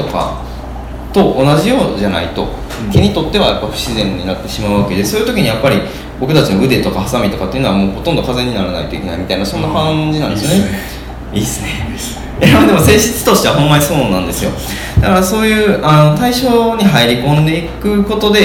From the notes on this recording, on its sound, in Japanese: トークイベント（恵文社一乗寺店）の音声